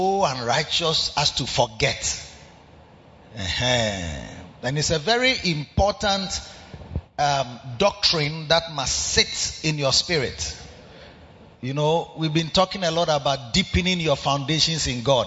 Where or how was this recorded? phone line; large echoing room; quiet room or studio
large echoing room